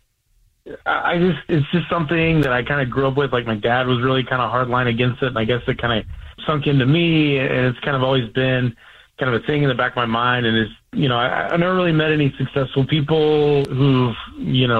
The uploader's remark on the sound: There is a guy on the phone